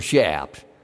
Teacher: So the CH sound is really pronounced with an SH sound